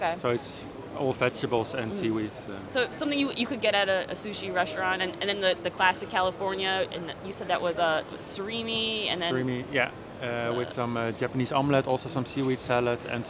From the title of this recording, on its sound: Live From Seafood Expo Global